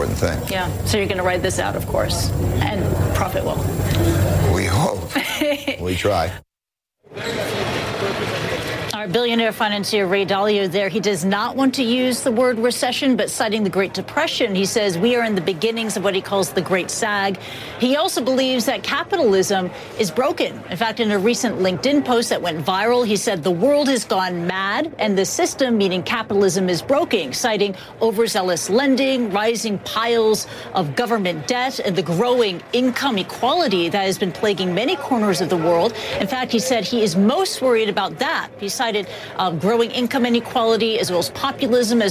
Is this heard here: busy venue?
yes